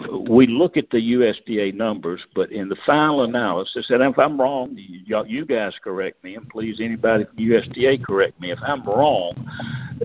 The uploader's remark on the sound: Monthly Cotton Conference Call